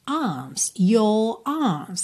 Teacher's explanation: quando o R vem depois de uma vogal e não precisa ligar numa próxima vogal, no inglês britânico o que a gente faz é um alongamento do som da vogal anterior. Então, your vira yo, arms vira arms.